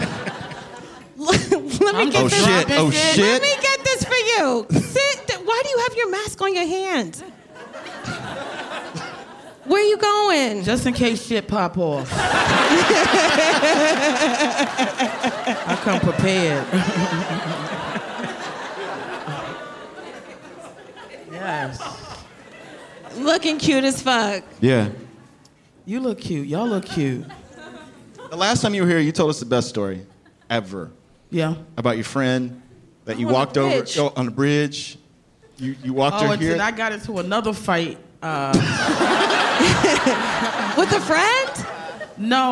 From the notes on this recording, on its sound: Recorded live at The Bell House in Brooklyn.